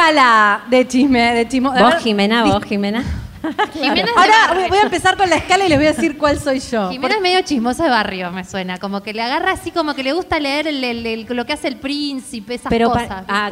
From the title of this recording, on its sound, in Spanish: en vivo en Mar del Plata